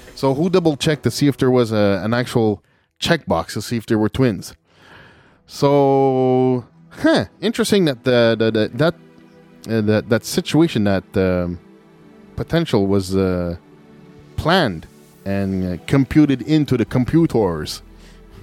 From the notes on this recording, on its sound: Here is the essence of the discussion over the phone